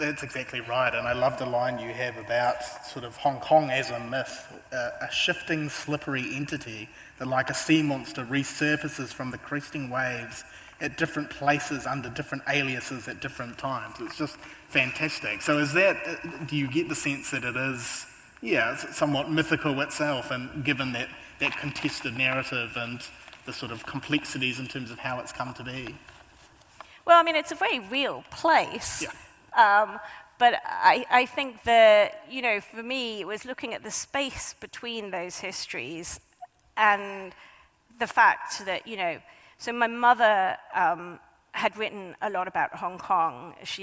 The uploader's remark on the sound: A highlight of the 2023 Auckland Writers Festival.